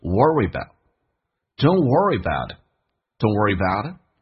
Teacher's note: worry sorry 跟 about 直接可以把 a 去掉，就变成 worryabout